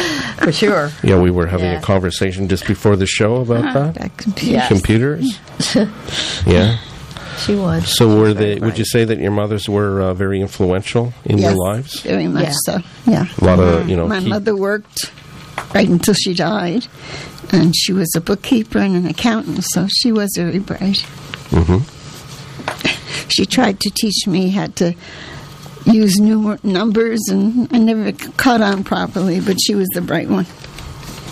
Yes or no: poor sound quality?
no